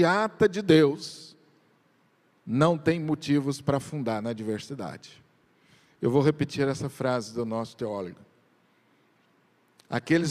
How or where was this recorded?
large echoing room